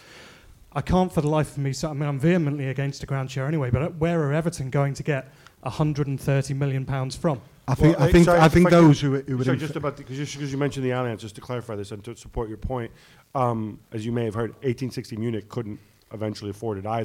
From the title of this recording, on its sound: Live from Liverpool